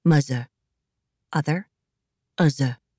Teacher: She struggled with the th sound, so mother came out, muzzer.